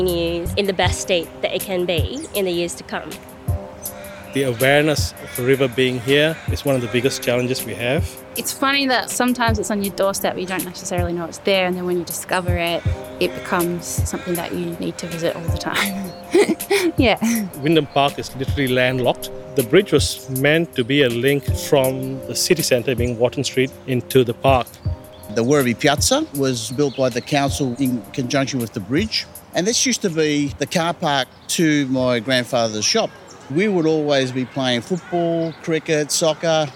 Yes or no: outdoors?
yes